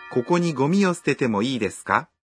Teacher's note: Если вы добавляете «к» в конце и произносите фразу, повышая интонацию, предложение становится вопросительным.